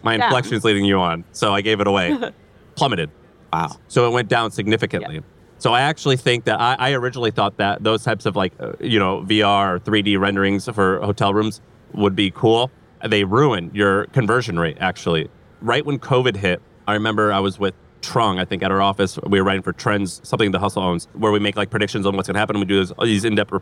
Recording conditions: live audience